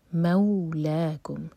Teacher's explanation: فتح کو واؤ سے جوڑیں گے تو مئو ساؤنڈ آئے گا، مو نہیں مئو. مولاکم وہو، واؤ الگ ورڈ ہے اور ہوا الگ، تو ہو پر تھوڑا زور دیں گے. · Term: مئو مدلین